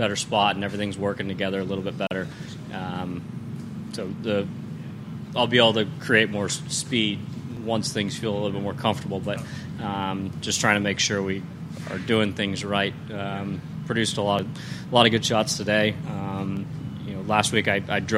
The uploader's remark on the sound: LIVE From The PGA Show. Broadcasts live from the Fashion Lounge at the 69th PGA Show.